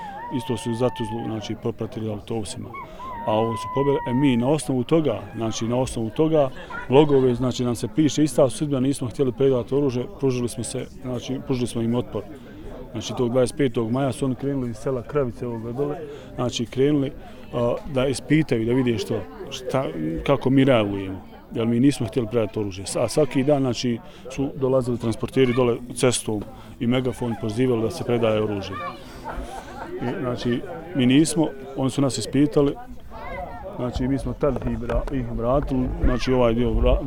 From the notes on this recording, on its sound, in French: a été enregistré lors de la Marche pour la Paix, en Juillet 2015, dans la montagne de Kamensko au dessus de Srebrenica, devant sa maison.